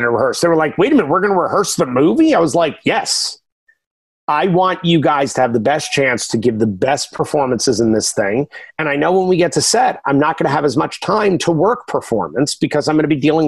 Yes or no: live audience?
no